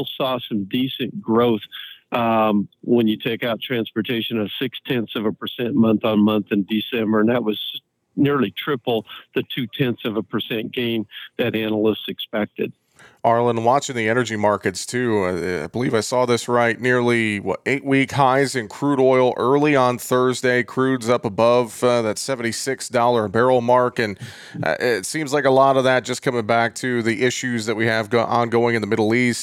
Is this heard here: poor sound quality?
no